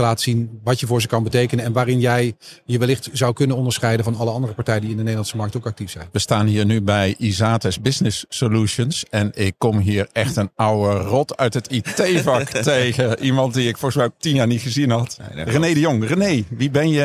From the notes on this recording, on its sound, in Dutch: We waren met De Dataloog aanwezig op de Big Data Expo. Voor de gelegenheid hebben we een speciale PodKast gemaakt, waarmee we door de gangpaden van het evenement liepen en waarmee we de keynotesprekers direct na hun sessie wisten te strikken.